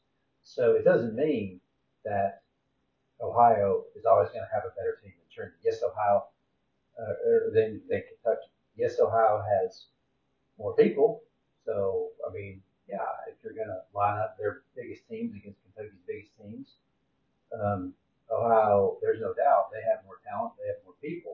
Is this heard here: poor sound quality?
yes